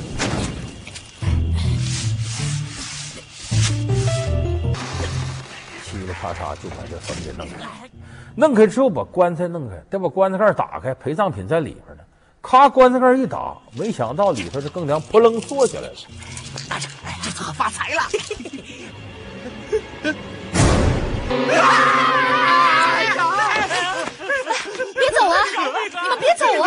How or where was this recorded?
live audience